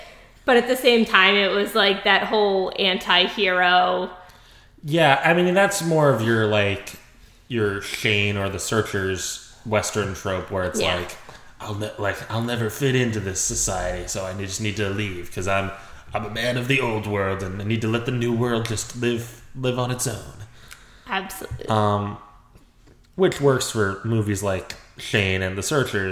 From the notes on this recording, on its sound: Sorry the audio is super echo-ey in this episode!